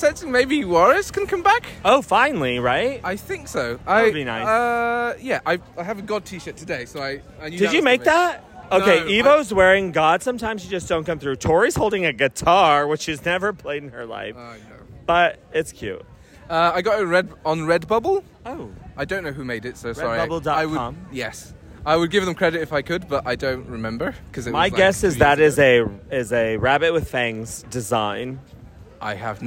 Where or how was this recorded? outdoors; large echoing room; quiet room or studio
outdoors